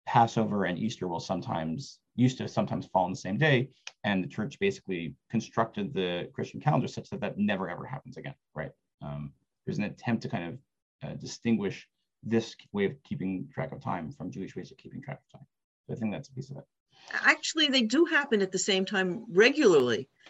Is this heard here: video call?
yes